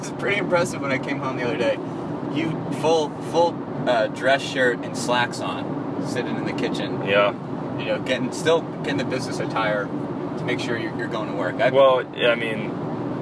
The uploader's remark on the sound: NOTE: FAIR AMOUNT OF ROAD NOISE AND GPS DISCUSSION.